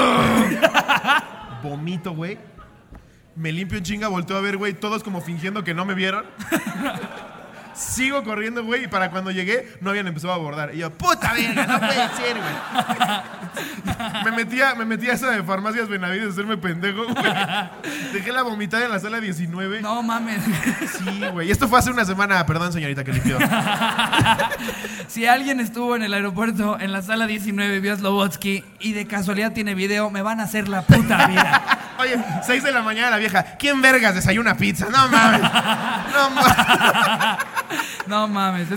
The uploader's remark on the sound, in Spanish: En vivo desde Texcoco. Cotorreamos mucho con el querido público de texcoco.